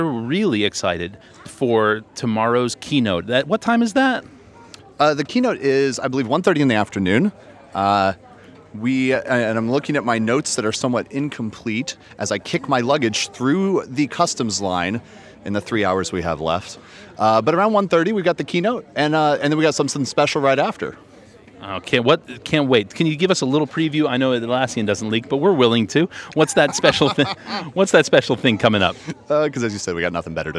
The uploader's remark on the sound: Live from Barcelona Passport Control. Stuck in the customs line that never ends. Records and edits the first podcast of Euro Summit mid-line using an iPad, microphone, and GarageBand.